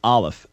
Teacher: So it's actually pronounced Aleph, accent on the first syllable.